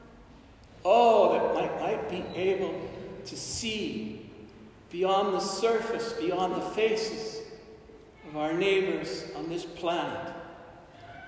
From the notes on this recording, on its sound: This homily was delivered at Saint Therese Church in Albuquerque, New Mexico on October 24, 2021.